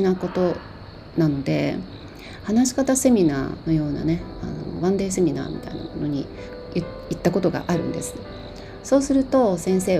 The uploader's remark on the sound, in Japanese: 朝のベランダで収録したので、鳥のさえずりや虫の声、遠くに犬の鳴き声などの自然のサウンドだけでなく、耳障りな雑音も入っておりますがどうぞご了承くださいませ。